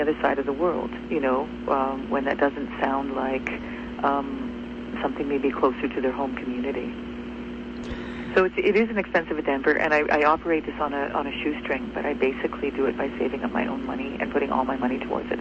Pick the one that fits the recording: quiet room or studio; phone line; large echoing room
phone line